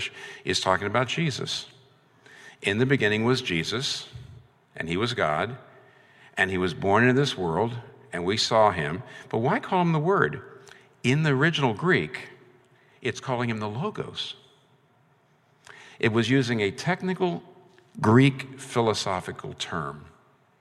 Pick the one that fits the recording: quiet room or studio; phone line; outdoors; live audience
live audience